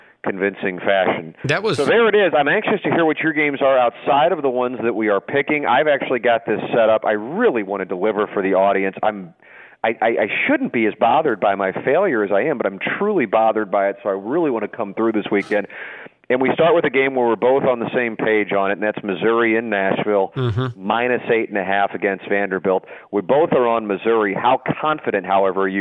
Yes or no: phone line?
yes